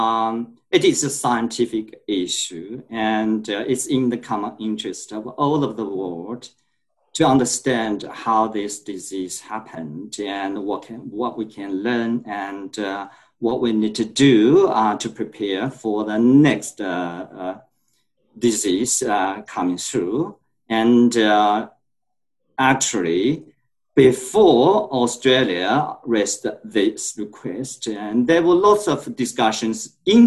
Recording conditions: video call